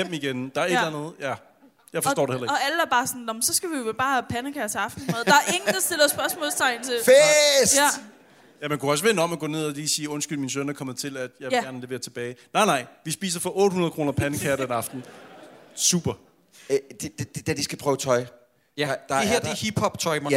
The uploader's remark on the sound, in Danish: Vi er LIVE på Bremen